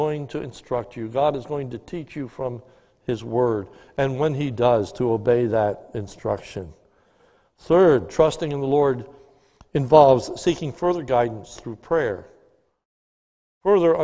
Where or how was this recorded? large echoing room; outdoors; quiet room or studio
large echoing room